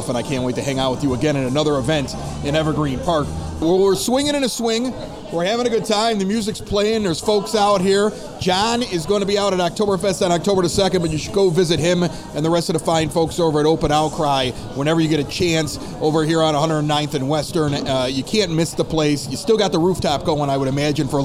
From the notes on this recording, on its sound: Some cool cars also were on display this past weekend, and we have the audio from Evergreen Park's American Legion.